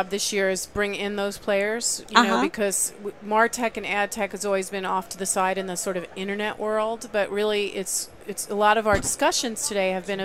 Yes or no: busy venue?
yes